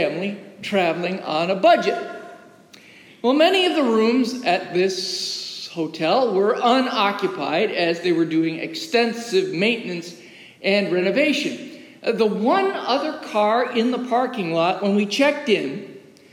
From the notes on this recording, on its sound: As recorded live in the historic, 318-year-old sanctuary of (Old) Rehoboth, the "Birthplace of American Presbyterianism".